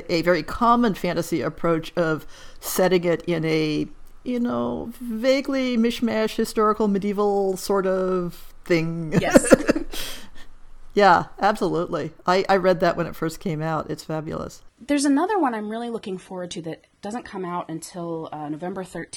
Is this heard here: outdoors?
no